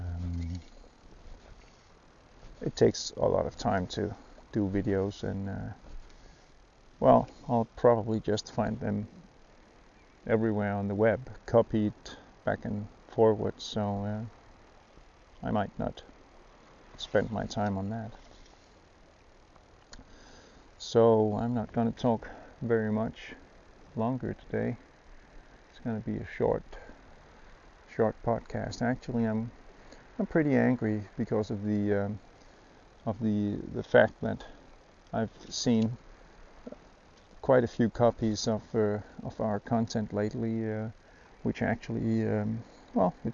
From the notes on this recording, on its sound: During a trip for sea trout (one caught while NOT recording)